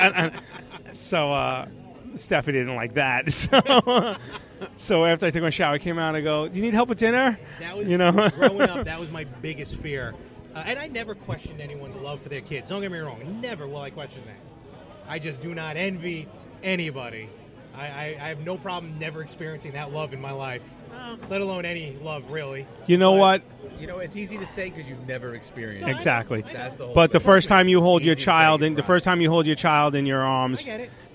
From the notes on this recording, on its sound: We recorded LIVE from Miller's Ale House in Levittown, NY.